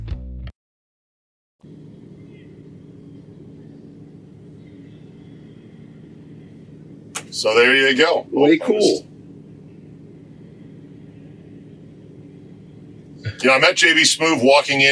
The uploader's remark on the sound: In the van. The Rodecast recorder crashed and lost power. Sub-optimal camera audio exists and was saved!